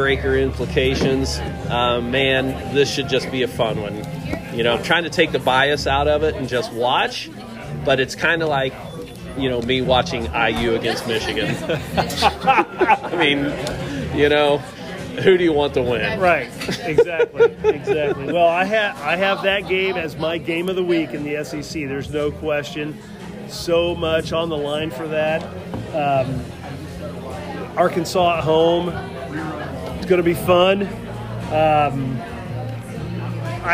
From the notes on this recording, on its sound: On location at Deviate Brewing.